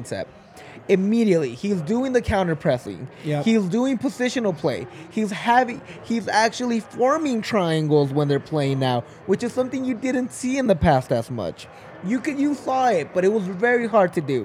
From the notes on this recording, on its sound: LIVE from the DNVR Bar